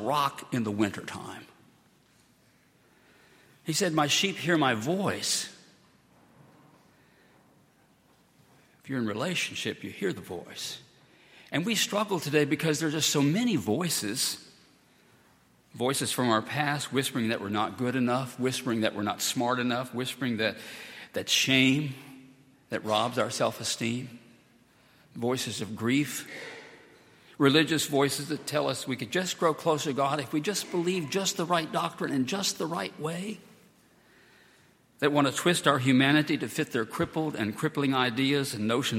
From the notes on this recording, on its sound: at Highland Baptist Church